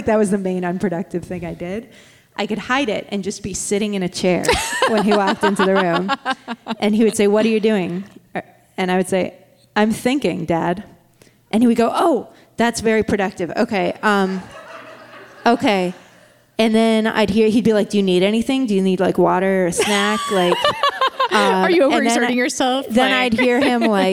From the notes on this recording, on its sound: At Cap Times Idea Fest in Wisconsin in front of a live studio audience.